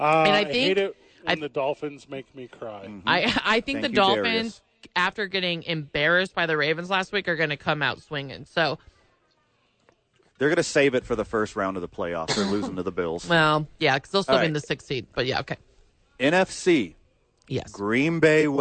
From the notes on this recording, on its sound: live from Sadies.